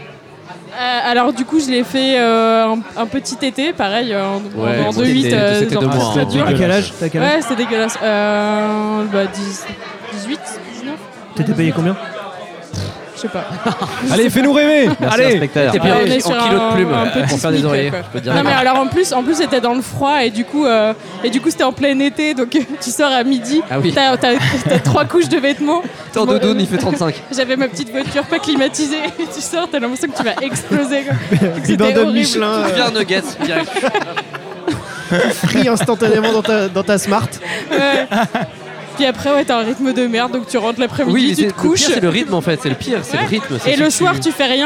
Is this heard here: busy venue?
yes